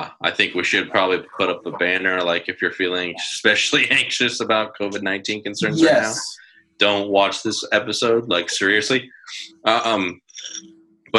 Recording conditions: video call